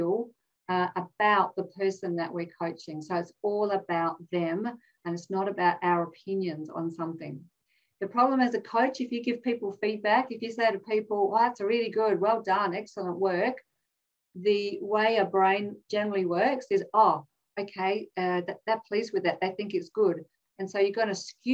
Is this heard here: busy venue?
no